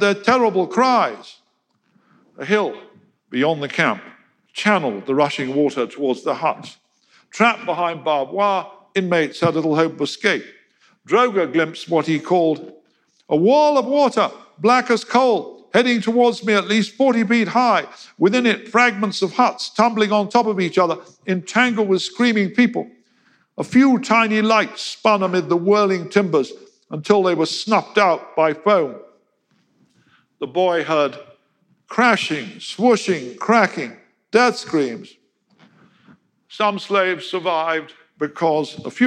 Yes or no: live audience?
yes